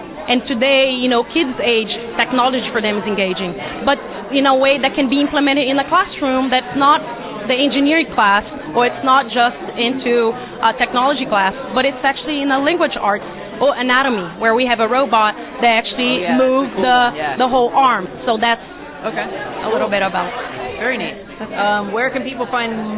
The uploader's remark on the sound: Big crowds at this Carnegie Melon event, so the sound quality is not great.